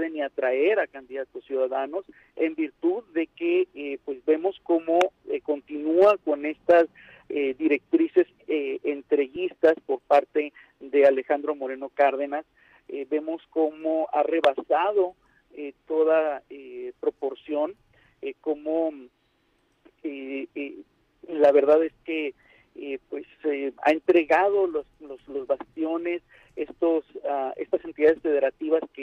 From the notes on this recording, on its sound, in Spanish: entrevistamos vía telefónica